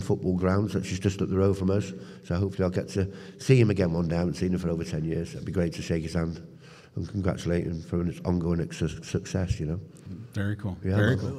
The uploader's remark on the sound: live on the ECPCTV Stage at ICCC 2023